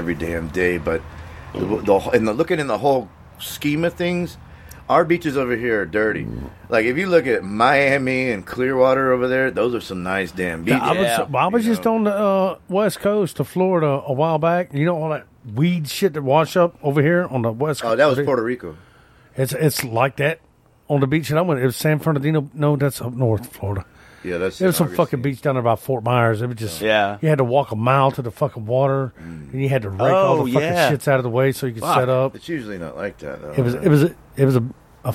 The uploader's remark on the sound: whilst being AT Tha Trailer Park outside in the yard!